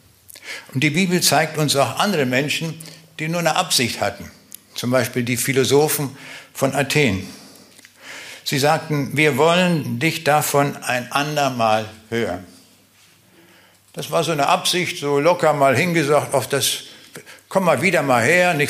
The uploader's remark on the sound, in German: Live Mitschnitt in Zavelstein.